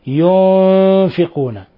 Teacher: نون ساكنة جاء بعد حرف الفاء، الحكم التجويدي إخفاء حقيقي، ينفقون، وقلنا من الخطأ أن تقلب النون ميما فتقول ينفقون، بعضهم يقرأها ينفقون، خطأ.